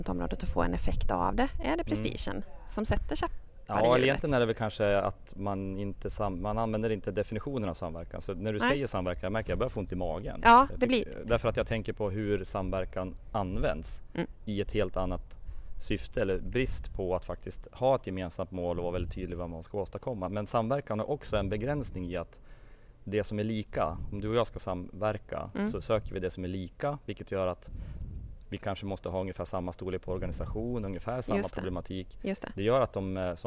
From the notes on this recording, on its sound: Avsnitt 91.9 från Almedalen. Under Almedalsveckan kommer Omsorgspodden släppa en serie kortare avsnitt som spelas in live i Visby.